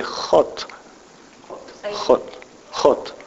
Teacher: Dutch say God. Like the Scottish, they have a guttural G. Like the Hebrew does.